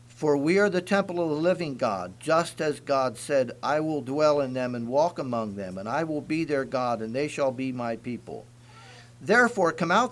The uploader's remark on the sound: Message preached at Word Of Hope